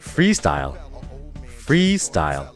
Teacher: 它的重音是放在第一音节，并且 free 这个词千万不要读成 free，是一个长元音的 e，free，后面紧跟了一个 style，这个词不是 style，字母 t 在这儿读的是一个的的音，style，style，后面是一个双元音的 i，很多中国人在这儿会把 i 读成拼音中的 a，就读成了 style，注意一下是 style。后面的字母 l 是一个含糊舌边音，需要你把你的舌尖抵住下齿之后，舌后根往后缩一下，然